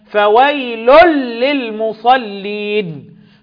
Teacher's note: المصلين طبعا اللام قمرية حكمها الإظهار · عندي هنا إدغام التنوين في اللام، إدغام كامل بغير غنة